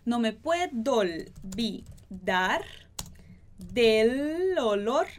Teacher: A gente junta esse puedo com olvidar.